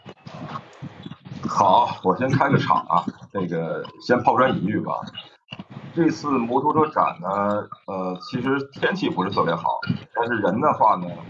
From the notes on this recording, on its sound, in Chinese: 由于设备原因，本期节目略有些杂音，请各位见谅。